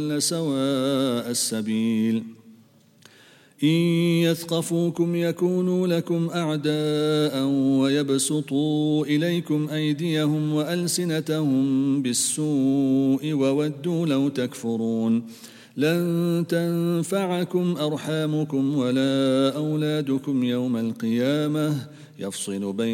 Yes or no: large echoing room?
yes